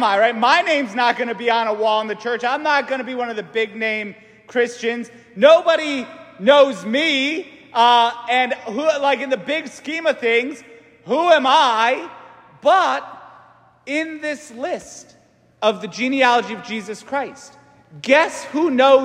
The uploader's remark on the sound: St Francis Catholic parish homily